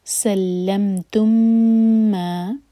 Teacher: میم اور میم کا ادغام ہو رہا ہے، ادغام متماثلین